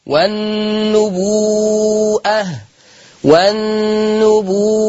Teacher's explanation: اشباع الواو الماديه لانها مد متصل، والنبوءه ما ننساش زمن الواو تتمد 6 حركات.